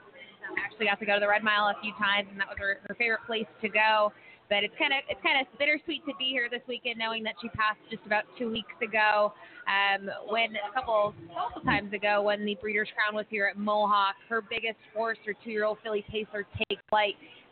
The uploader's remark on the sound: 2019 Breeders Crown Live from Woodbine Mohawk Park.